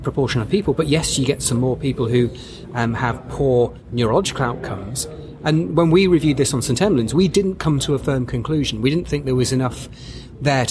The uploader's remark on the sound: European Resus Council meeting Slovenia 2019. A vox pop round up of the best of the ERC19 conference in Slovenia.